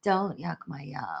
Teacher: if you don't say it with vocal fry, it doesn't really have any meaning